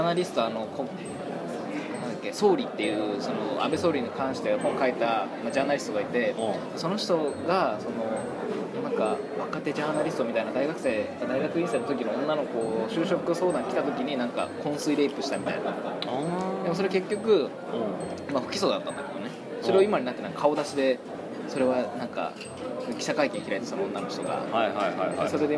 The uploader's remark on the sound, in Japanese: 食堂で収録をしていたのですが、隣の女学生が元気よく麺を啜っている音が入っています、ごめんなさい。